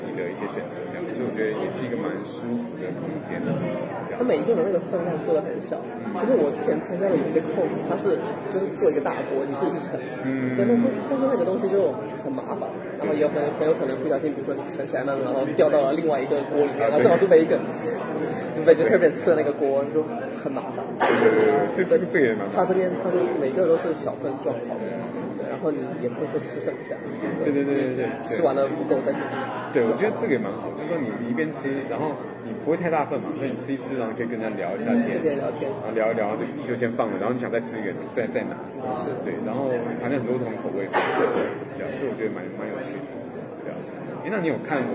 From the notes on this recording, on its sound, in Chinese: 在 KotlinConf’23 现场录播客。就把握机会在现场的 Lounge 区录起了播客。